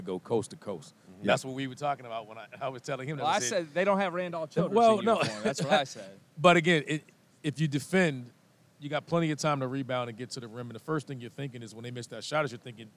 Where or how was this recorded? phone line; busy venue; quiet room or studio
busy venue